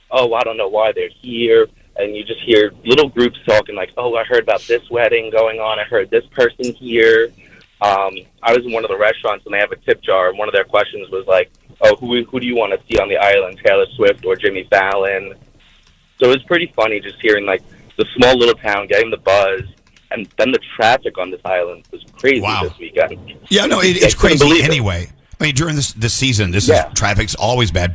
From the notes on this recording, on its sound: Our listeners call.